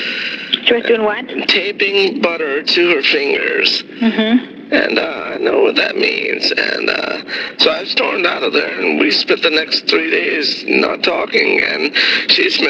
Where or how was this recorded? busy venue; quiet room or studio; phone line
phone line